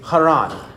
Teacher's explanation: And in the original language, the H was a hard H or a guttural H. It would be pronounced more distinctly like a kh, like that, or kh, in that way, Haran.